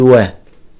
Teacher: الملاحظة المهمة في الواو أننا عندما نلفظ الواو لا نفخمها، لا نقول وا، نقول و. · Term: مرقق